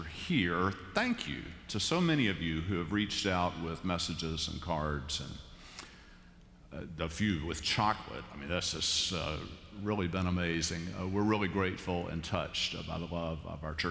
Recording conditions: large echoing room